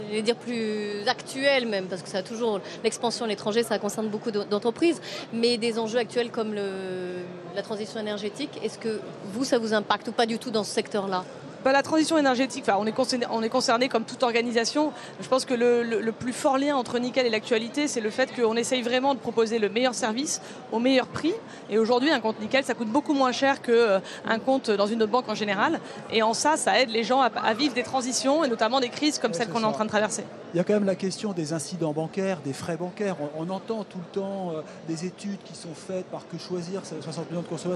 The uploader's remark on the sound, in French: Émission spéciale en direct du BIG, le plus grand rassemblement business d’Europe.